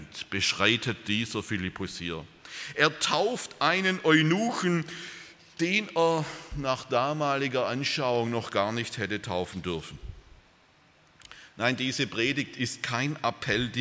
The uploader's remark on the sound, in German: aus dem Gottesdienst der Liebenzeller Mission